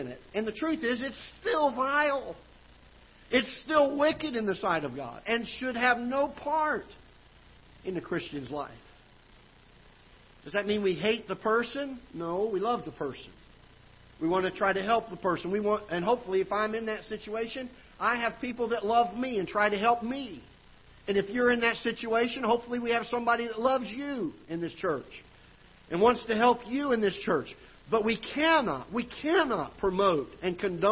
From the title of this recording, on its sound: Ketha Heights Baptist Church ~ Live Broadcast